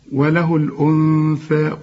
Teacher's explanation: خد بالك من النون اللي بدون تشكيل، ها اللي جاي بعدها الثاء، هنا في غنة